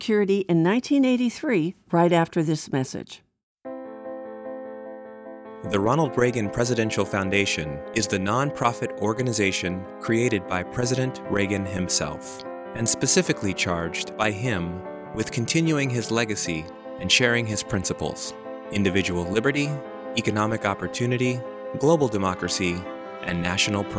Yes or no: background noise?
no